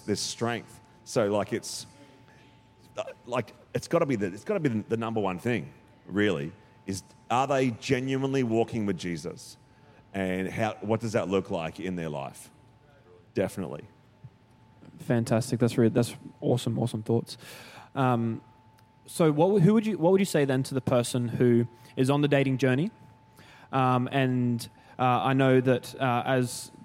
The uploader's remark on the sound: Recorded during our 5pm service on Sunday, the 19th of November 2023.